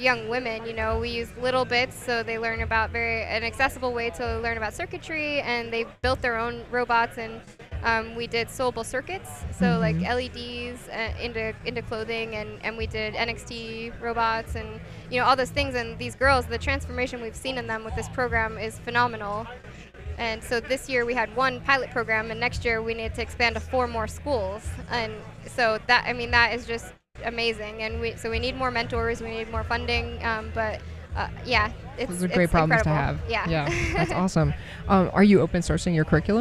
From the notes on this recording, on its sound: Live from LFNW